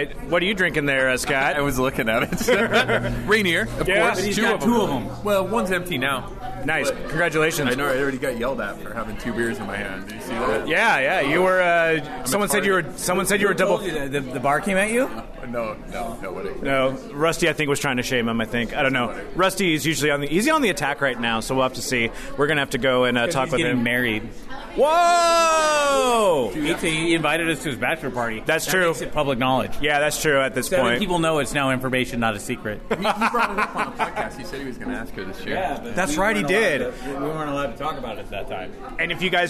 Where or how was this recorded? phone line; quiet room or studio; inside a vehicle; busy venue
busy venue